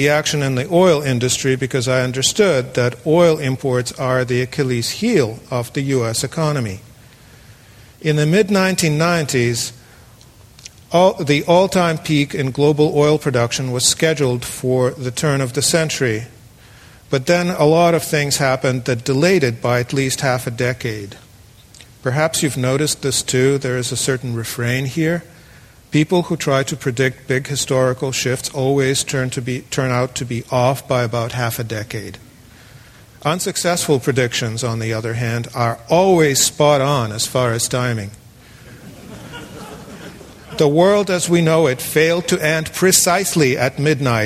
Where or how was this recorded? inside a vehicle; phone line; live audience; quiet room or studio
live audience